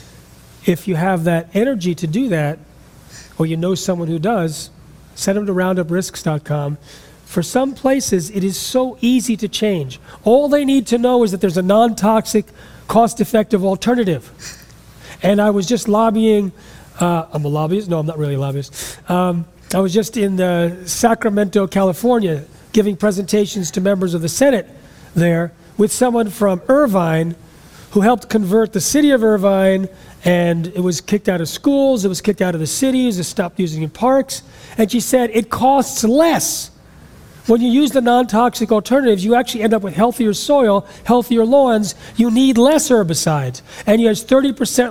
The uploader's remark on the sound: speaks at a Real Truth About Health conference and answers several audience questions